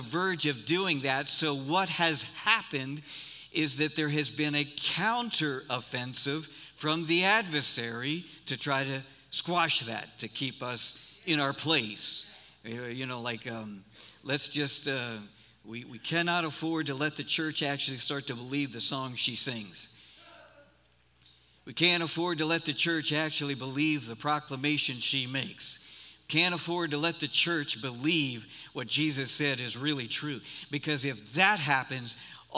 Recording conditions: large echoing room